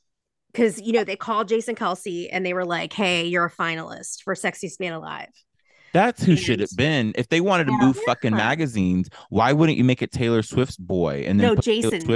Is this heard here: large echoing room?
no